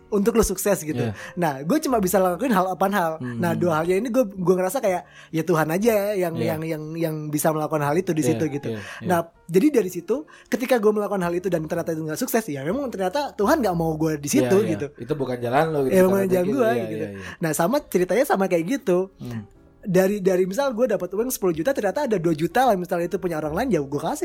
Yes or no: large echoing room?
no